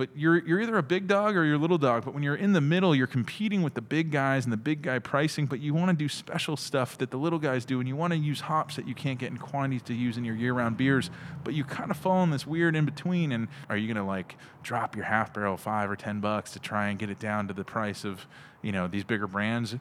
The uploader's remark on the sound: We recorded this episode at CellarMaker Brewing